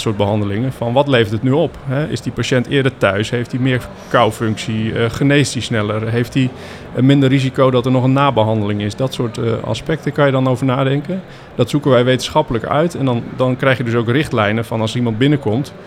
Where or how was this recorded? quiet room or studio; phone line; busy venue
busy venue